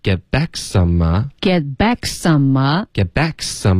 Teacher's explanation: 大家注意这个 k 和 s 的音呢要连发，一直发到这个 a 的音